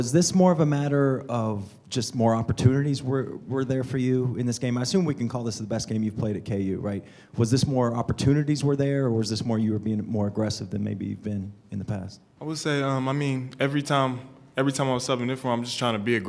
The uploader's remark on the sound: Press Conferences & Post-Game Interviews